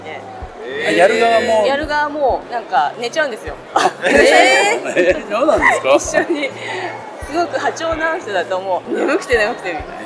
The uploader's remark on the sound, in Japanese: 公開収録：第56回目黒区商工まつり。今回は、目黒区商工まつりの協会ブースで収録。会場の模様をお伝えします。